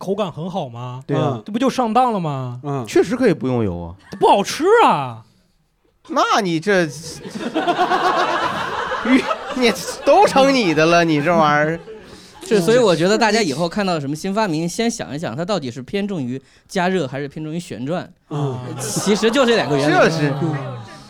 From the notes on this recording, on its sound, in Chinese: 日谈七大当家主播秘密现身《谐星聊天会》现场，一边作为观众现场观摩谐聊录制，一边积极举手插话。现场效果炸裂。